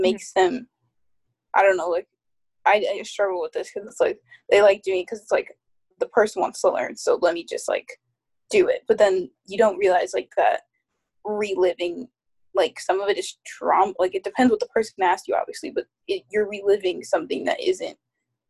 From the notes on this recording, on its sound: The quality is a bit iffy since this was recorded over Zoom